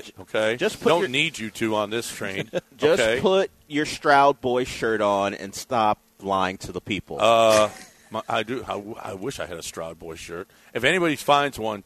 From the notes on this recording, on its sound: LIVE from the Golden Nugget Casino in Lake Charles